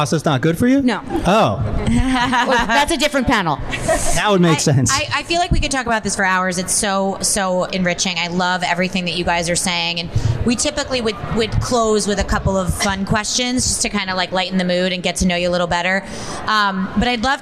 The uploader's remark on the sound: LIVE PODCAST (recorded 1.30.20) at the magical #metroburb, Bell Works of Holmdel, NJ